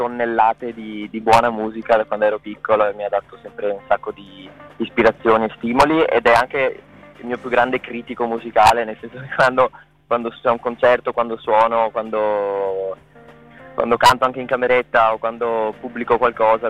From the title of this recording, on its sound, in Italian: INTERVISTA TELEFONICA